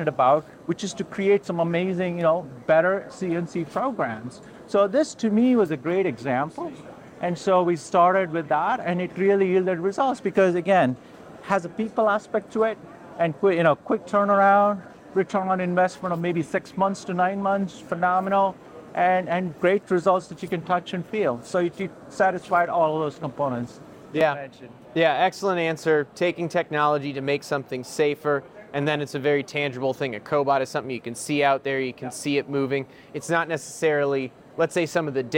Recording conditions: busy venue